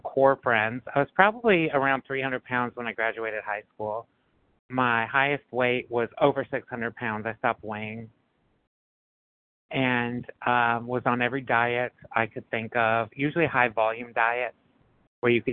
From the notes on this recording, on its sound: 100 Pounders Phone Meeting